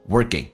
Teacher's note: ing 形式要说成前鼻音说成 in 的形式